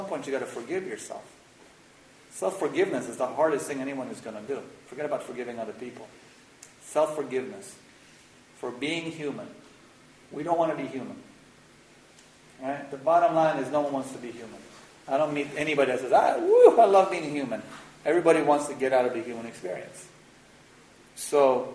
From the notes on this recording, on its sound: This workshop was recorded on October 30, 2011, at New York Open Center in NYC. The audio quality reflects the raw and unedited nature of the content, and has been minimally processed.